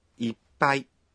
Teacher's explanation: Inajumuisha sauti iliyobanwa. Unapoitamka, unatakiwa uzuie pumzi kidogo.Sauti ya kubanwa huandikwa kwa herufi ndogo ya tsu ya hiragana.